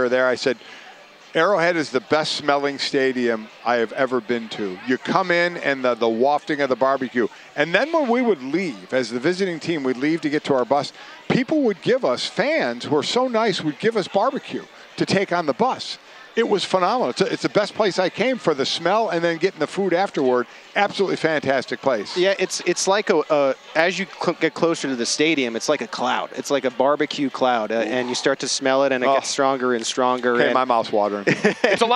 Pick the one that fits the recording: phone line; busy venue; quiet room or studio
busy venue